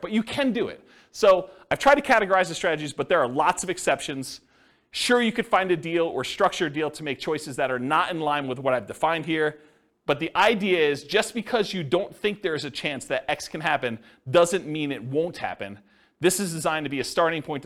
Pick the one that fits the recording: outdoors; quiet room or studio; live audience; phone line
live audience